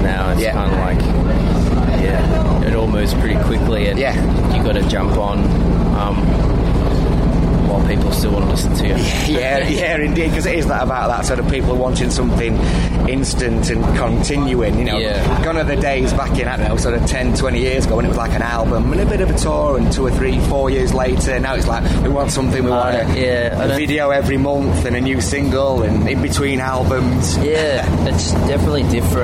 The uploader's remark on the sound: At Leeds Festival 2018.